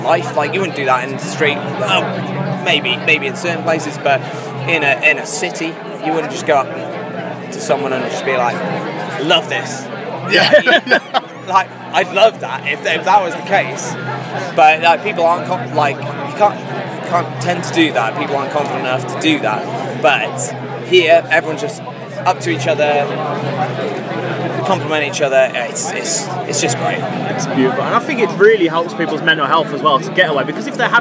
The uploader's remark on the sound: Live from 2000 Trees 2023